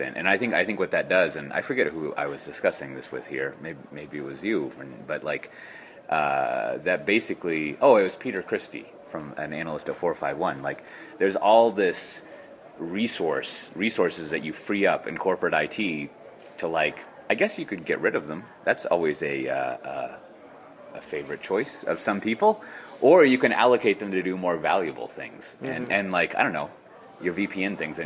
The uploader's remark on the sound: Live to Tape from DellEMCWorld.